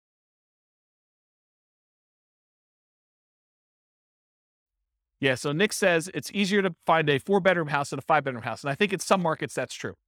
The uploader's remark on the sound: This was a live class recorded